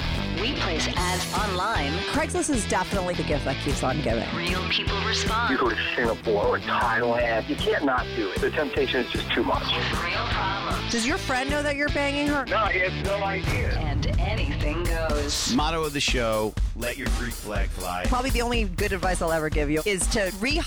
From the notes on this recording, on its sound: He called in to talk all about it.